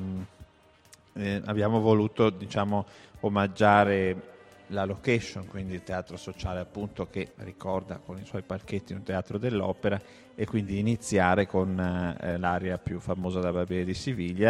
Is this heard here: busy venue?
yes